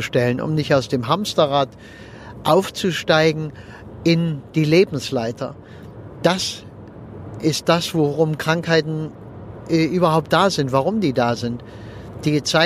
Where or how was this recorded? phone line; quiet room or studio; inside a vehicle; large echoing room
inside a vehicle